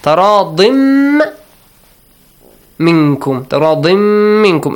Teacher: Idgham. Merging sound of tanween to the meme. Minkum, again, hiding the sound of noon.